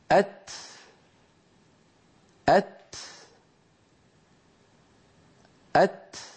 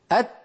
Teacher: السين حرف في اللغة العربية قائم بذاته، ولكن الهمس نفس، الهمس نفس يتبع حرف التاء · Shown in: first take